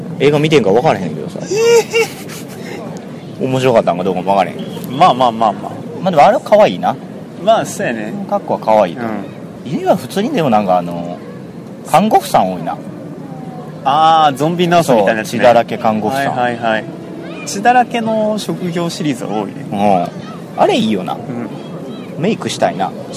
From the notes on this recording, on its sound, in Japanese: てんしばからハロウィン前夜祭をお送りしております。野外録音のため雑音が気になっておりますが。